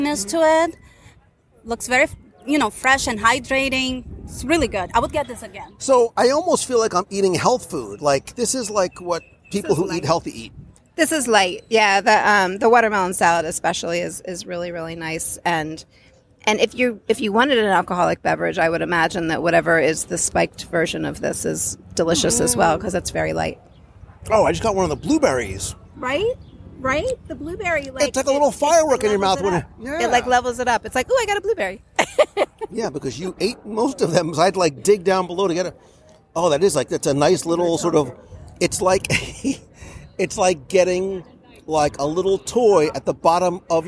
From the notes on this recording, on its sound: live from the first day of the Festival